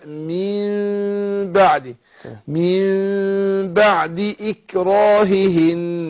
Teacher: شوف الميم ميم الإقلاب أنطق ميم بغنة مع الإخفاء